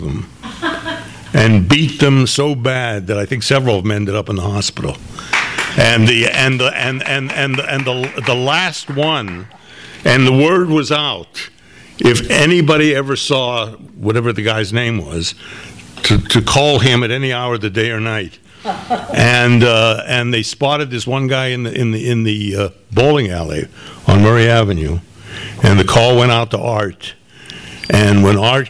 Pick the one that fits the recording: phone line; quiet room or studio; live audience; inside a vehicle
live audience